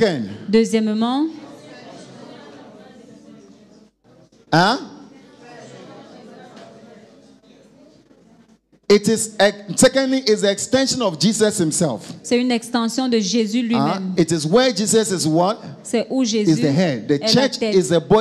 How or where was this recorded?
live audience